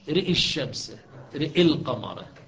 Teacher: وكذلك رأى القمر، ولكن رأى الشمس ورأى القمر يكون فقط الإمالة على الراء فقط على اعتبار الألف تذهب